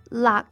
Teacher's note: It ends with a glottal stop, K. So you're pronouncing the ending K with your throat, but not with your lips or teeth.